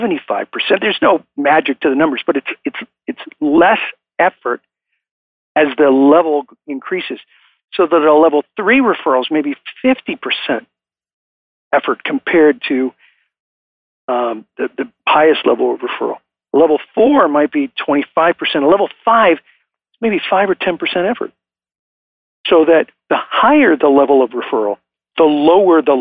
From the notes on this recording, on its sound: I am coming to you from Live Oak Recording Studio in Berkeley, California. I am joined on the phone today by the Founder and the Chief Visionary Officer of BNI.